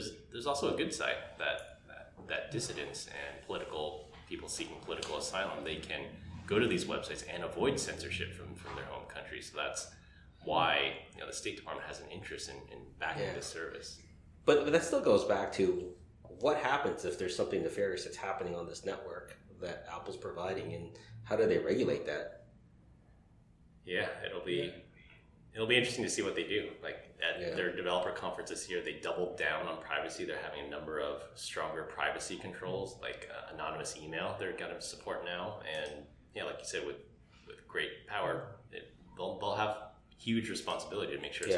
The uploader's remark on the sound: Several of us met up in person to socially distantly record this episode. The audio may have more echoes and volume variance than normal due to the space we reserved to record the podcast.